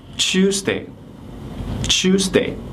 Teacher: 当这个发音的这个 T, okay,遇到。一这个音的时候啊，这两个音呢合起来的音不是 tu，OK，它是变成了叫 ch 这个音啊，所以说它前面的这个读音呢就特别像，比如说我选择的这个单词叫 choose 的 chu 这个音，所以说我们这个星期二这个单词呢，最好应该读成是 Tuesday，Tuesday。Okay, number six is.这个单词的意思呢，首先给大家解释一下啊，就是你很独特的，是吧？独一无二的，你就是这个人世界上独一无二的这个人。所以说呢，我们在用这个单词说的时候，应该它的发音应该是 unique，unique，OK、okay。但是这个单词很多的同学都会读错，都会读成什么呢？读成是 unique。Wow, you're sounique。你知道 unique 什么意思吗？Unique